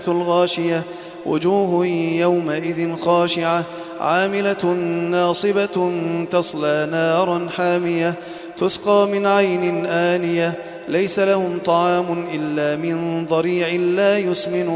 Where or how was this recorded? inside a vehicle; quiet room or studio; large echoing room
large echoing room